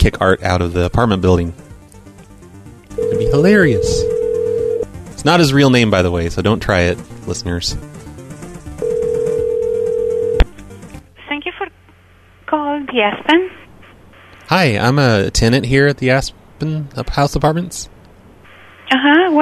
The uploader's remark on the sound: …'s Personal Prank Phone Calls Collection. LQ.